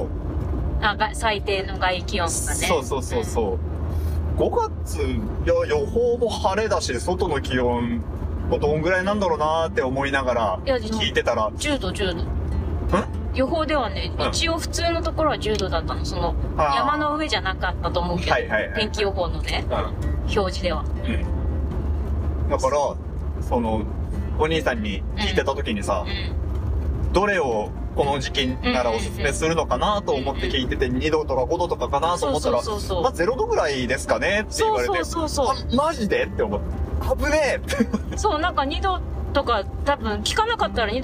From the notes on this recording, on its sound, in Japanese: 家族で初キャンプの帰り道に収録したドライブ番外編